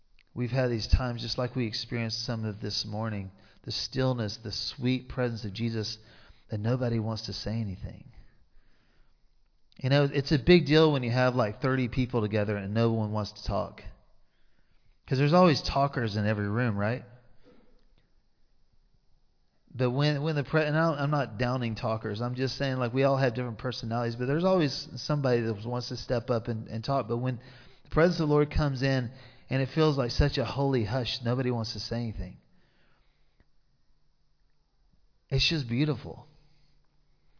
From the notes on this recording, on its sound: Recorded live in Liberty Church on 5 March 2023